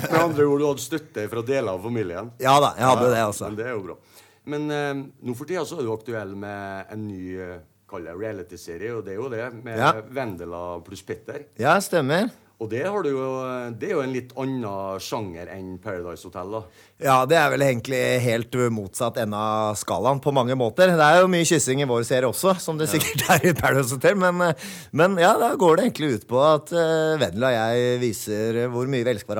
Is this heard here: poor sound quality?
no